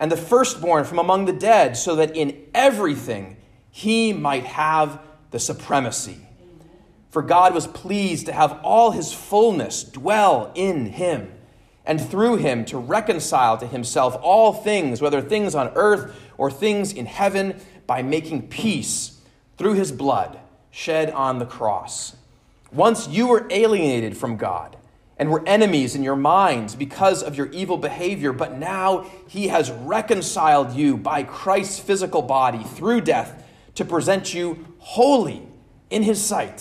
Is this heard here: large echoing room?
yes